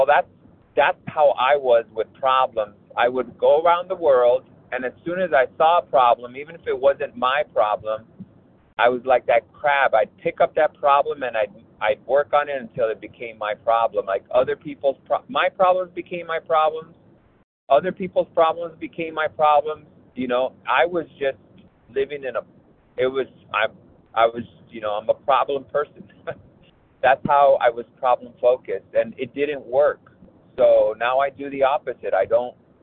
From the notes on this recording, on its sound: from the 100 Pounders Phone Meeting, 5/9/23